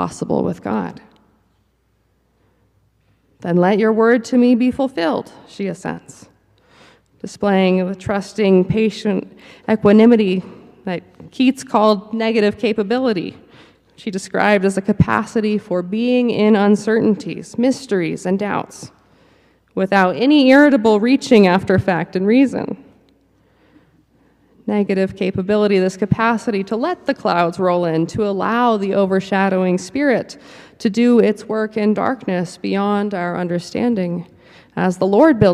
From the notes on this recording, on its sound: Preached at the Cathedral Church of St. Mark in Salt Lake City.